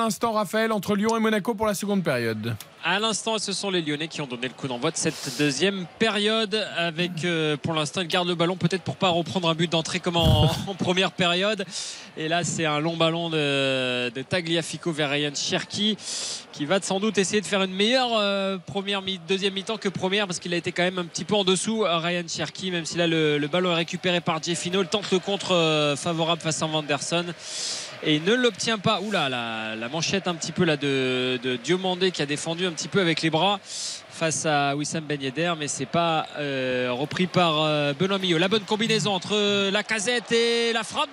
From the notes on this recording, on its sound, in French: Trois heures de direct. En direct du Groupama Stadium.